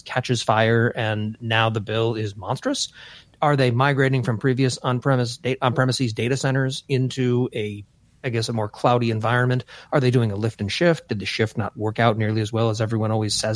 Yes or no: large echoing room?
no